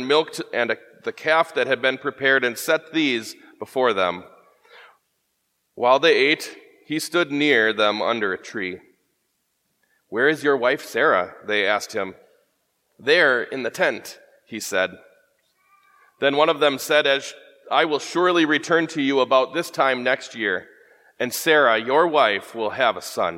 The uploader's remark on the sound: Preached at Grace Ev. Lutheran Church.